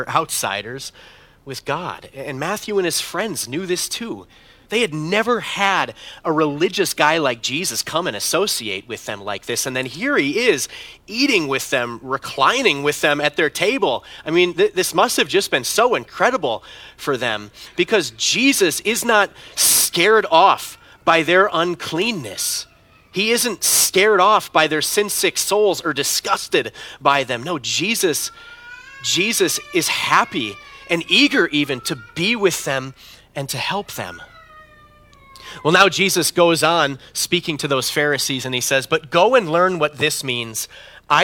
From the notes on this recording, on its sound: preached this sermon at Bethany's Saturday worship on December 17, 2022